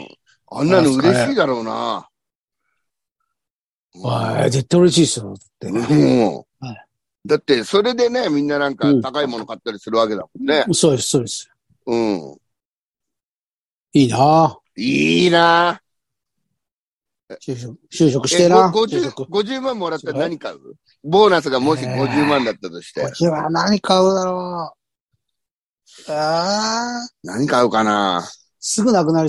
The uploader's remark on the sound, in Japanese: ZOOMで収録